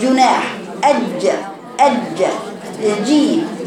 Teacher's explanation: الجيم خطأ، هي قالت جناح خطأ. الجيم صوت الجيم ما فيهوش رخ، الجيم ليست حرف رخ عشان يبقى اسمه جناح جناح، لكن تقرأ الجيم هكذا جناح.